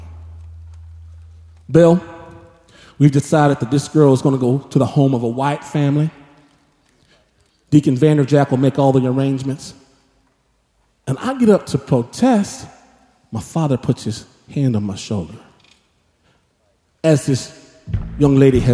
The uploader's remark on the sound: Snap LIVE! At The Paramount